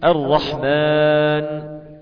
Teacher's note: كلمة الرحمن إذا وقفنا عليها في الفاتحة مثلا نعرف أنها مد عرض السكون